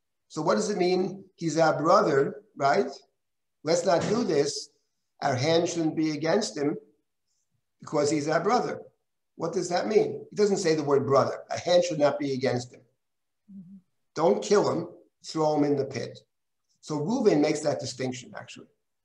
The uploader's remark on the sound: This audio was originally captured from Zoom